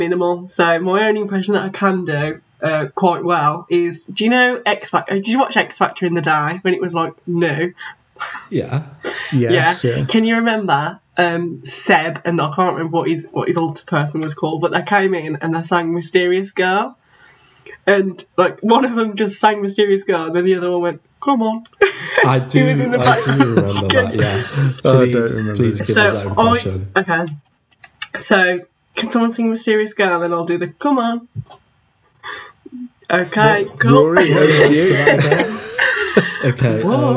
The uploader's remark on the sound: We apologise for the slight audio discrepancies in this episode!